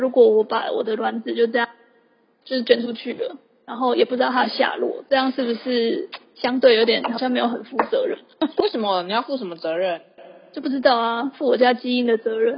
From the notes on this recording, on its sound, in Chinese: 本集音質不佳，不建議使用耳機